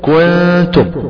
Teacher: اخفاء النون الساكنه مع التاء